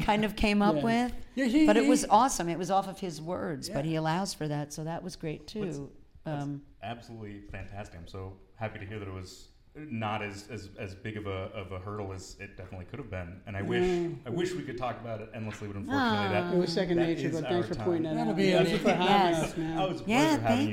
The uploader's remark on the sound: We Make Movies Intl Film Festival LIVE. We are live, on-location at the Broadwater for We Make Movies International Film Festival.